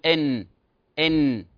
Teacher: النون تخرج من طرف اللسان مع ما فوقه من أصول الثنيتين العلويتين، أصول المنطقة الفاصلة ما بين الحنك المنطقة اللحمية، وهي منطقة ابتداء الثنايا مع المنطقة اللحمية، تسمى أصول الثنيتين العلويتين، تحت مخرج اللام قليلا كما تلاحظون في الشكل الذي على اليمين. · Term: مخرج النون